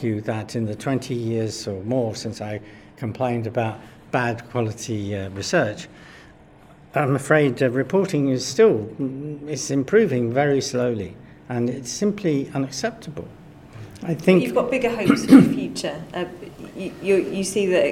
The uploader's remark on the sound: recorded at Evidence Live